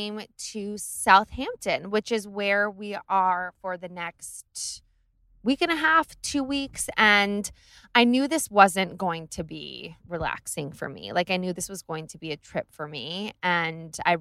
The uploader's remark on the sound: Taking you on the road from Southampton to NYC! I literally did this in my car while driving in the most insanely bonkers traffic I’ve ever been in.